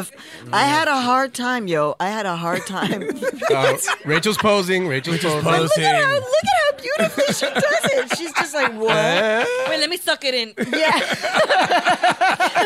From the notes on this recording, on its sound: the crew hosts a live studio audience